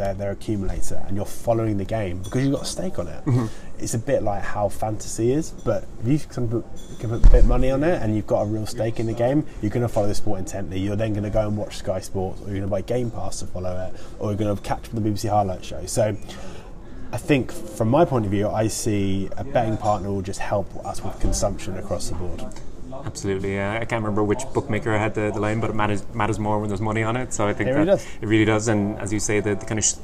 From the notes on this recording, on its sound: At the SportsPro Media Fan conference at the new Tottenham Hotspur stadium on London in September 2019.